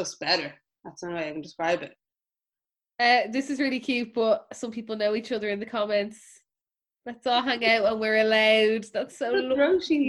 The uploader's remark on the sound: Listen back on our Zoom live show. Thanks to the bunch of sounder patrons who jumped on the call and joined in.